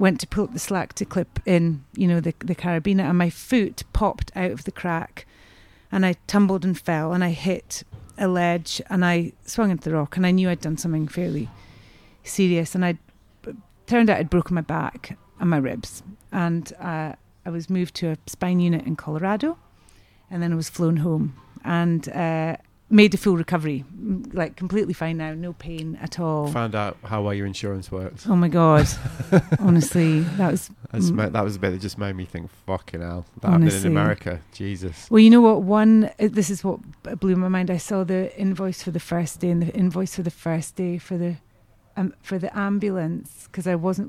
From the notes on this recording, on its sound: When we met up in Brighton at the amazing new Sea Lanes to record this episode. I must say, for me this was proper ‘If Carlsberg did podcast set-ups’.